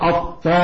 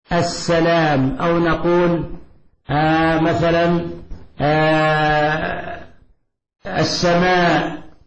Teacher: فهنا تفخيم في الألف بعد الطاء لأنه من حروف الإطباق ومن حروف الاستعلاء · Shown in: first take · وهناك ترقيق لأنها من حروف الاستفال.